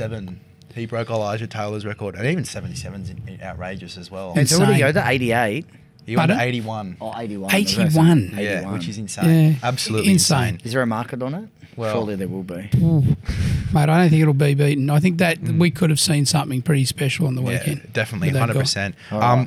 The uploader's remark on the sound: This podcast was recorded at The Village Inn, Paddington